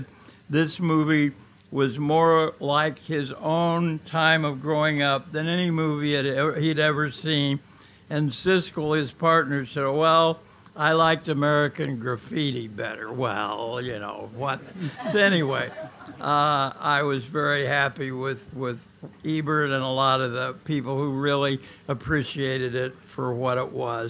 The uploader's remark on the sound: Recorded live at the legendary Red Key Tavern, May 8 2017